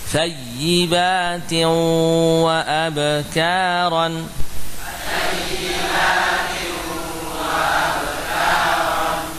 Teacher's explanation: Idgham nun sukun atau tanwin pada waw ya, juga namanya idgham bi gunnah. Sisa gunnah dari tanwin atau nun terbawa pada huruf wawu.